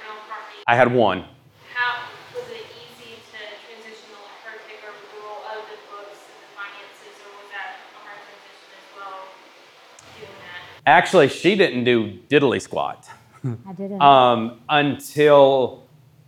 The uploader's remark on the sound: This episode is the fourth of a series of podcasts taken from a time of Q&A at Happy Home's first community meetup.